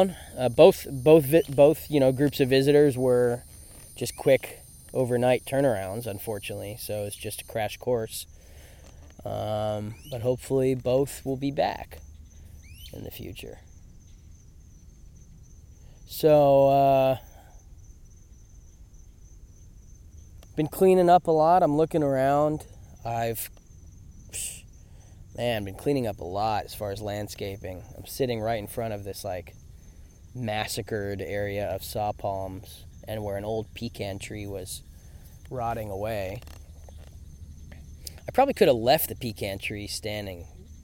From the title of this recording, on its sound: Field Recording